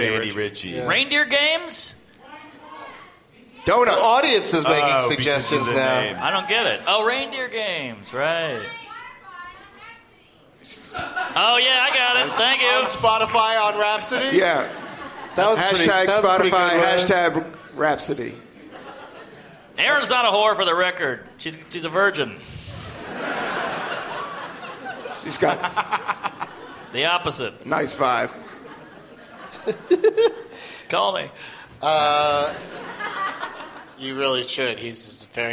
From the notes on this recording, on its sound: Live from the Gramercy Theatre in NYC